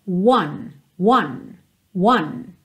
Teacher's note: ele tem um começo fechadinho, é quase como se você partisse de uma letra U, olha só, one, one, one.